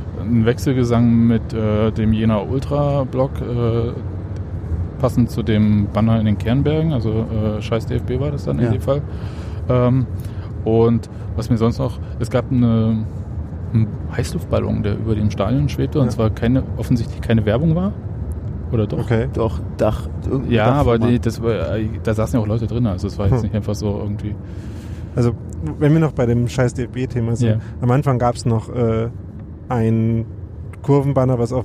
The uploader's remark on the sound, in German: Wir reden schon auf der Rückfahrt nach Berlin über das Spiel. Der das Podcast-Mobil während der Aufnahme sicher Richtung Berlin gesteuert hat.